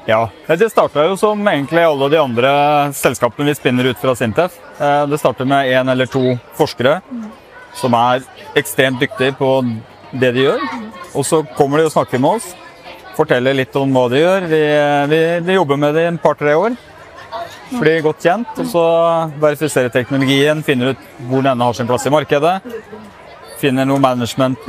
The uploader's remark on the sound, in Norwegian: Nomono er en SINTEF-spinout og har utviklet et bærbart podcast-studio, som med sin utrolige lydteknologi har gjort det mulig å for eksempel spille inn en podcast direkte fra et bråkete telt under Trondheim Skaperfest. Trondheim Tech Ports InnovasjonsPodcast ble spilt inn under årets Trondheim Skaperfest , midt på torvet i teknologihovedstaden Trondheim. Podcasten er gjort mulig i samarbeid med Nomono , som lånte oss sitt bærbare podcast-studio, fylt med splitter ny lydteknologi fra SINTEF .